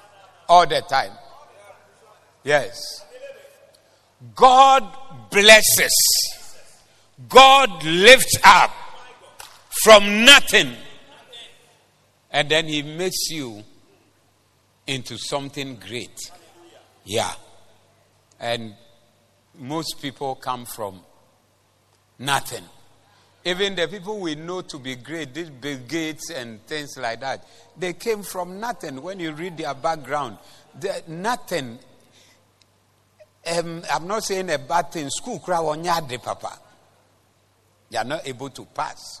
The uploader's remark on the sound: Preached at the Zeloo Service